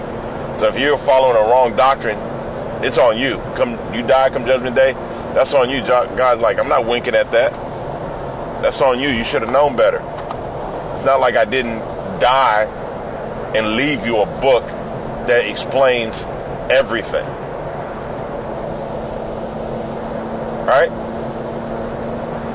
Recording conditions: inside a vehicle